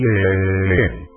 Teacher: Por último, la E sola, se alargará lo más que se pueda, así. En aun, la vocal A, sube de tono.